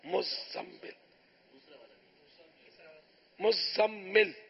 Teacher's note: میم بھی ڈبل پڑھا جائے گا، زا بھی